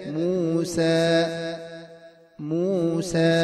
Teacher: المفتوح الذي لا يلحقه تفخيم ولا تقليل